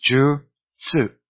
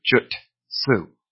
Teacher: In Japanese, the T falls to the second syllable. · Shown in: first take